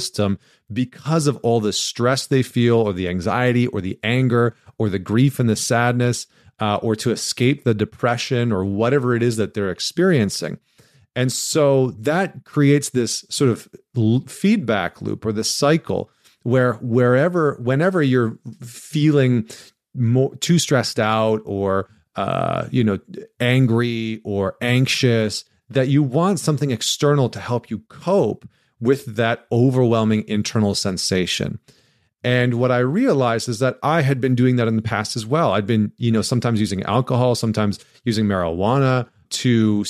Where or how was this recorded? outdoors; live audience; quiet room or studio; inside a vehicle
quiet room or studio